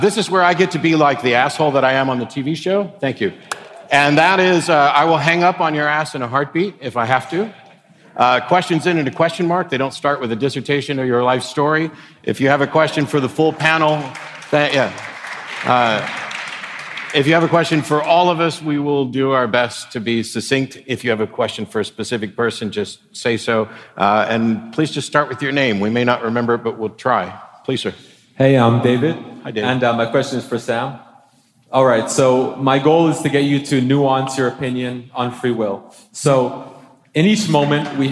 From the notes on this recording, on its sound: was recorded for the Making Sense podcast at the Orpheum Theatre in Vancouver on November 2, 2017.